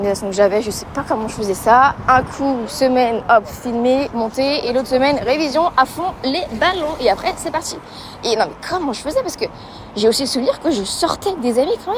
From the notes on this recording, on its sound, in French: Un épisode enregistré sur le chemin pour aller faire quelques courses à l'épicerie.